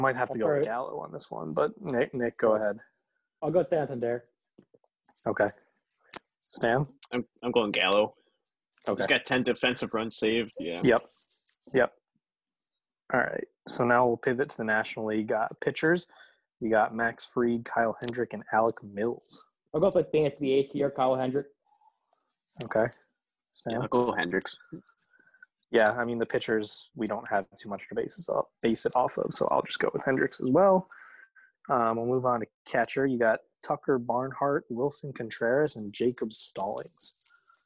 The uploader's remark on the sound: We apologize for the background noise and will clean in up going forward.